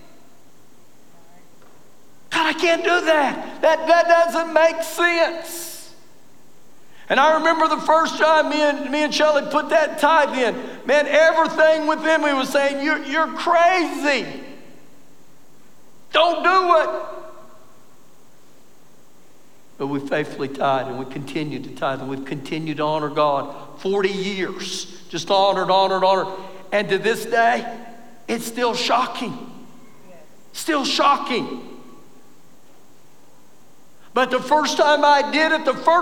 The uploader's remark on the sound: Recorded live during our Wednesday night service